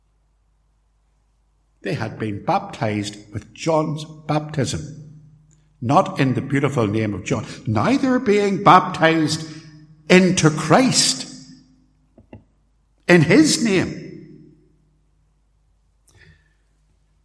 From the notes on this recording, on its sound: Recorded live at Templepatrick Reformed Church, Co.Antrim.